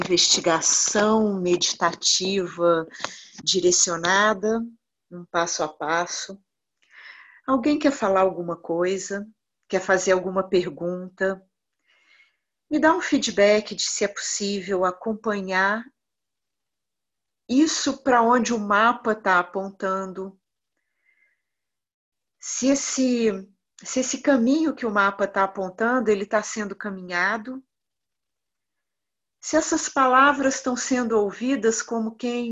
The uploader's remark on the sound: Online via Zoom